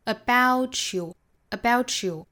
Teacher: about 和 you 之间有一个连读同化，所以是 t 和 y 之间同化成一个 ch 的发音